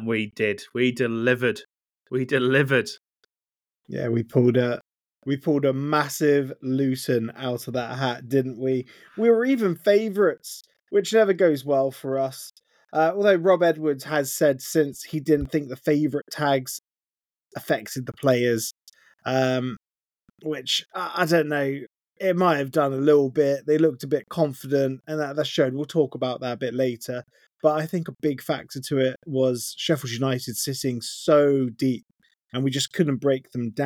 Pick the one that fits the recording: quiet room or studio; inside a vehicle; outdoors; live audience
quiet room or studio